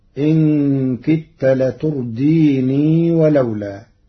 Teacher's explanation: قرأ ورش كلمة لتردين وصلا بإثبات الياء فيقرأ إن كدت لترديني ولولا.